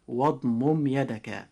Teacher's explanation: أما إذا نطقنا هذه الآية هكذا واضمم يدك فهذا النطق يعد من قبيل الخطأ، أما الصحيح فهو إظهار الميم شفويا، فنقول واضمم يدك. · Term: إظهارا شفويا